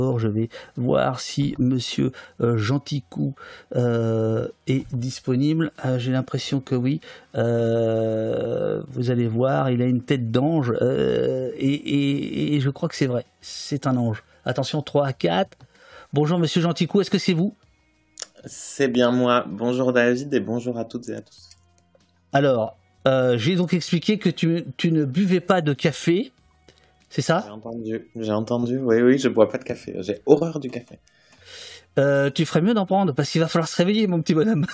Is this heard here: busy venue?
no